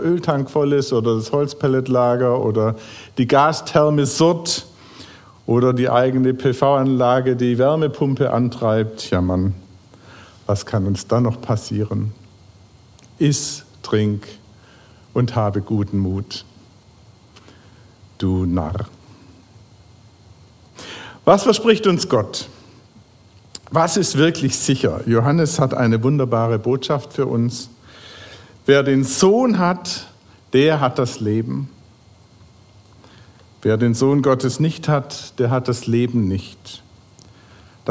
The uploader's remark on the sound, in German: Crossline Gottesdienst Predigt. Predigt vom Gottesdienst am 10.